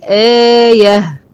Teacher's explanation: طب جه بعد الهمزة حرف مد، ده مد بدل